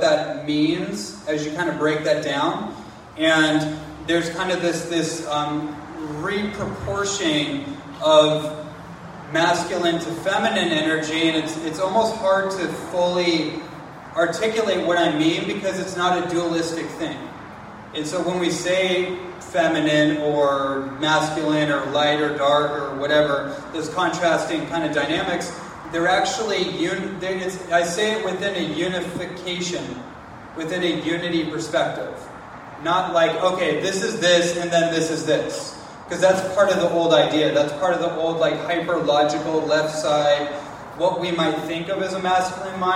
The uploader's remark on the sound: live presentation on the island of Kauai